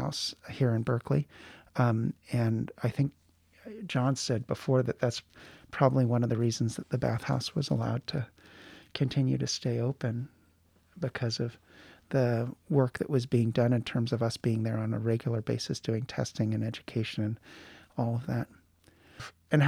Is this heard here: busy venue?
no